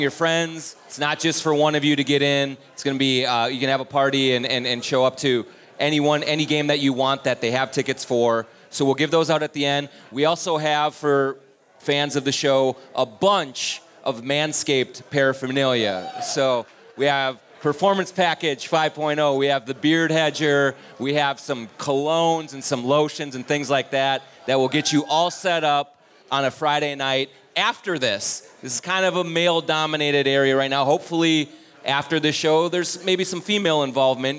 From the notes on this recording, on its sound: Live from Headflyer. From Headflyer Brewing in Minneapolis.